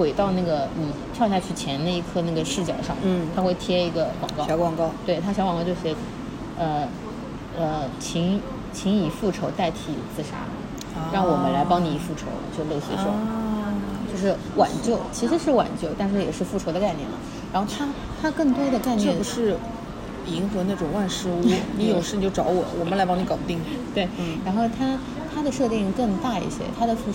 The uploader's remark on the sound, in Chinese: 本次录制花费：在茑屋点了两杯喝的